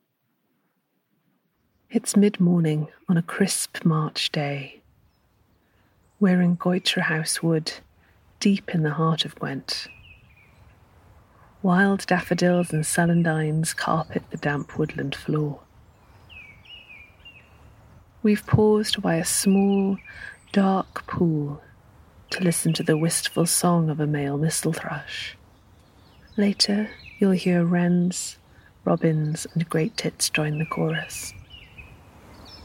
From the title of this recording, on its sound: a mistle thrush and friends greet a crisp March morning in a Gwent woodland